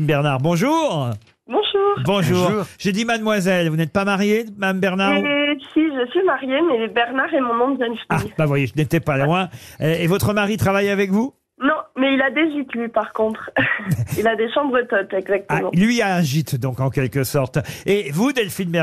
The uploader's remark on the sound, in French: était au téléphone des Grosses Têtes